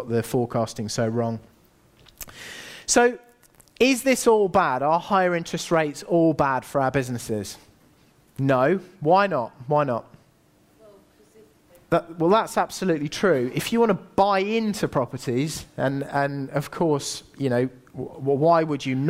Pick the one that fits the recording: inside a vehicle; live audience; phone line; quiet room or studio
live audience